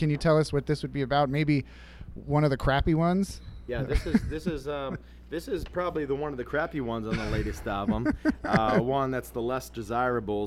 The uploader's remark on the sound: at Flying Dog Brewery for a live acoustic performance and discussion